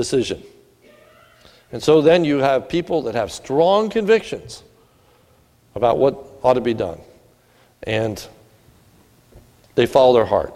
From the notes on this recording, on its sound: This is a sermon recorded at the Lebanon Bible Fellowship Church at the Lebanon Bible Fellowship Church in Lebanon, PA on 12/3/2017 during the evening service